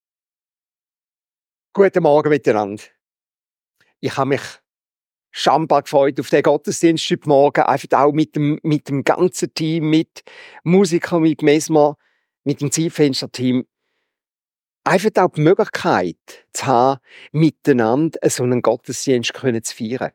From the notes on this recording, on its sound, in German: Predigt Loehningen. Ziitfenschter-Gottesdienst.